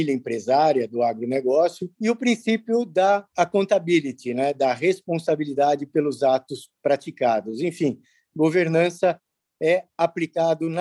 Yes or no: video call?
yes